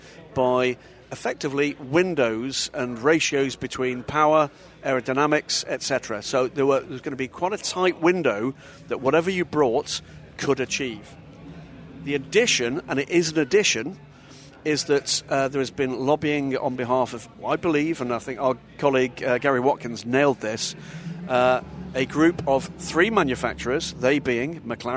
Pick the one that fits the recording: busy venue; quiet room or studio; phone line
busy venue